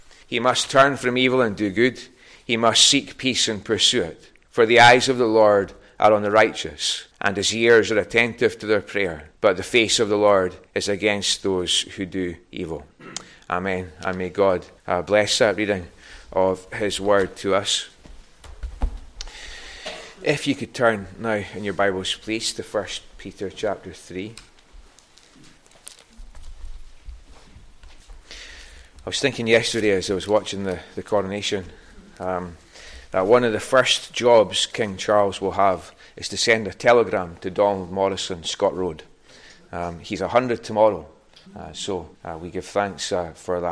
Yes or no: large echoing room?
yes